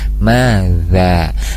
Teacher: Jadi untuk membedakan huruf ya, untuk membedakan huruf diantaranya ada huruf zal dengan zai di kalimat madza anzala. Nah, madza huruf zal di sana ujung lidahnya sejajar dengan ujung gigi seri atas, za atau menyentuh ke ujung gigi seri atas untuk huruf zal, maza.